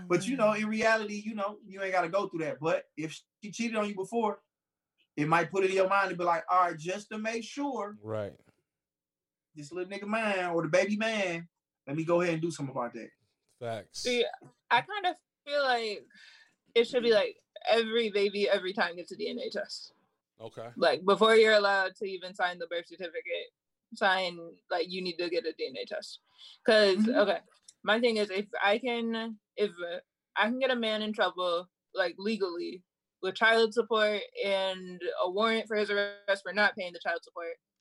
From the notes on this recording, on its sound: This Is Our First Video Zoom Episode